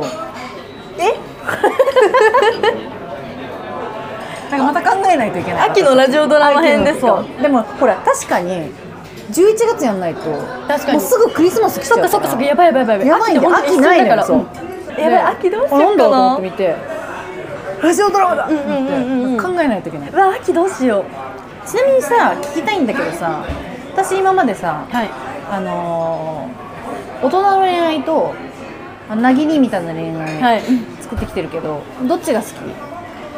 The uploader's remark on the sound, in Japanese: バイト先で生牡蠣を食べながら収録してみた。